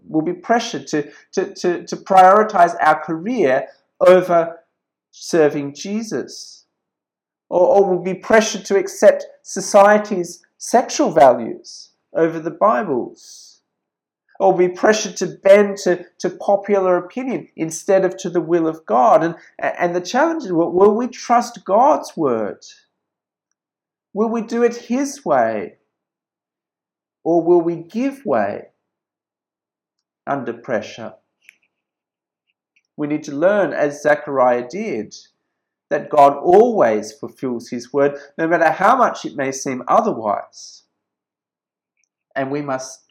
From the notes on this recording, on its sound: This sermon was preached at St George's Church, Penang on 23rd December 2020.